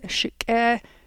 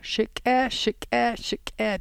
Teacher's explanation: I didn't go up long enough on the vowel. Shik'e.